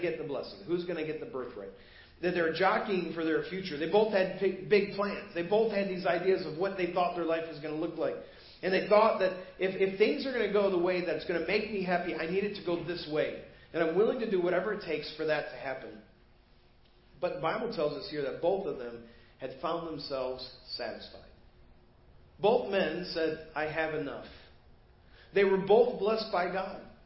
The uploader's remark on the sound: Preached at First Baptist Church of Hazel Park